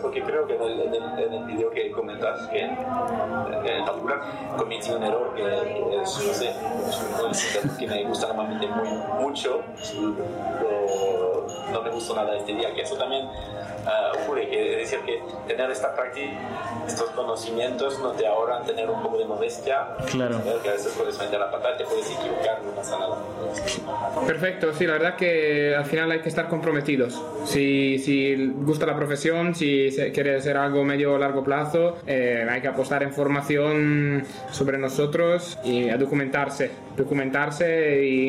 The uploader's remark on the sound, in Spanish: Disculparnos por la mala calidad audio y ruido de fondo. Tuvimos unas dificultades técnicas inesperadas.